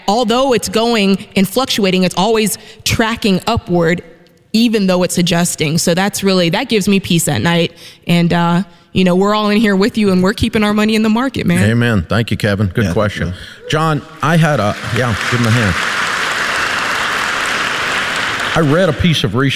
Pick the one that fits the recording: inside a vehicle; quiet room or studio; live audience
live audience